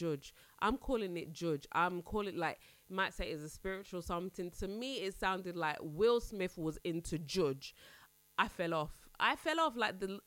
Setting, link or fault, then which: fault, hum or buzz